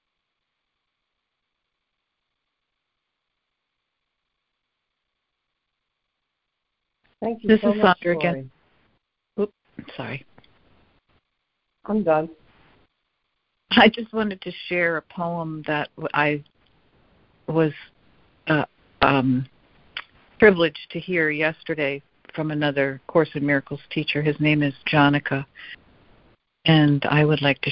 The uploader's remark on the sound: ACIM Daily Conference Call.